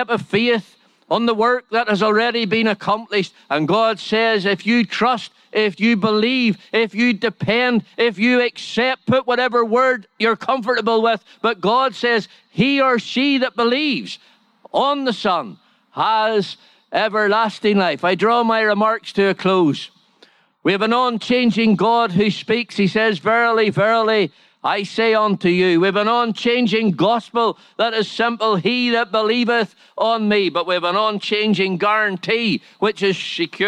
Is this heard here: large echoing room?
yes